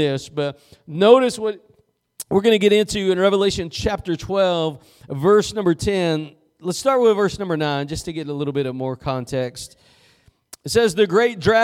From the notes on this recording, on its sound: Preached at Gospel Lighthouse in Bossier City, La.